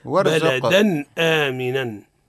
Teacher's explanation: منين تخرج الهمزة من الحلق أقصى الحلق · Term: حروف الحلق